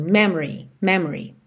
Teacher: Então, memory. E a sílaba tônica é a primeira. Me. Então, depois já vai tudo diminuindo.